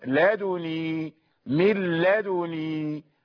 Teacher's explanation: وأما شعبة فيضم الدال مع تخفيف النون